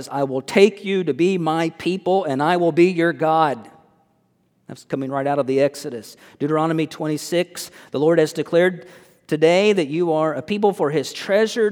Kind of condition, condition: setting, large echoing room